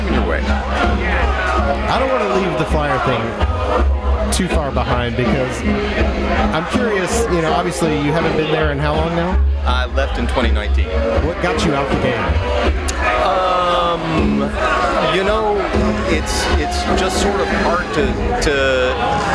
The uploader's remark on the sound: on location at Midtown Con.